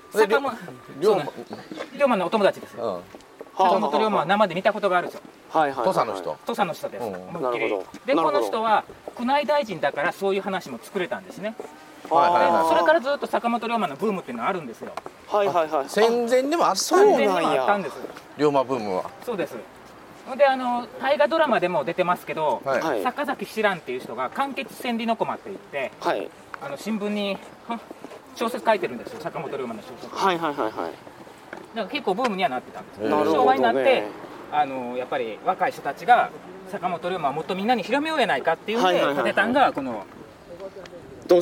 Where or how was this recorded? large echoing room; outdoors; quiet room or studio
outdoors